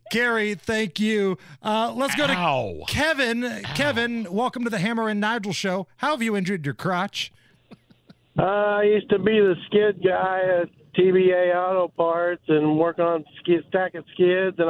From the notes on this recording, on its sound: Listeners call.